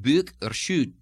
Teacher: the American sound uh, as in book, which changes in Scottish to the harder, the tenser u, as in book or should.